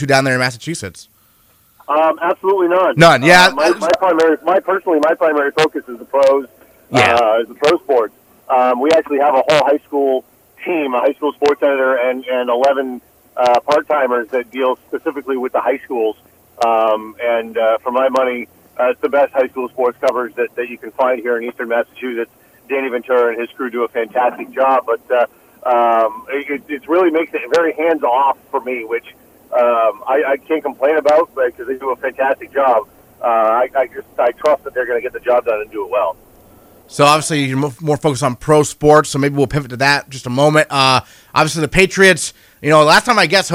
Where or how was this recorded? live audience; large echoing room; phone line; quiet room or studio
phone line